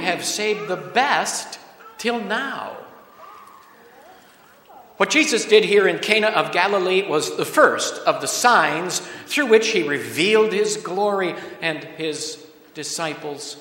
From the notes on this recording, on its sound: Preached at Grace Ev. Lutheran Church.